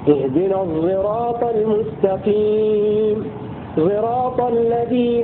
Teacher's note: بخلط الصاد الزاي ويتولد منهما حرف فرعي لا هو صاد ولا هو زاي · Term: الإشمام